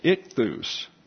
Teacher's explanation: Ichthus is the second syllable emphasis.